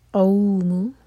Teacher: قاف حلق سے، اور یہ ہے مد لین